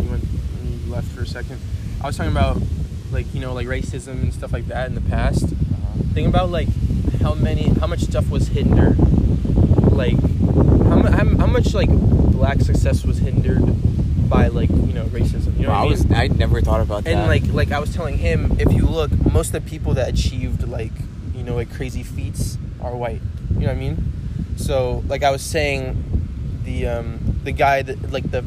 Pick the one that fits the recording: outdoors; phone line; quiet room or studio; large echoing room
outdoors